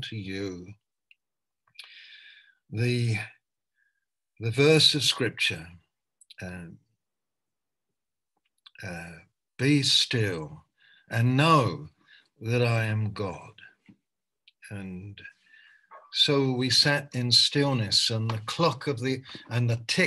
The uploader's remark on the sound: Malaysia Meets (Zoom)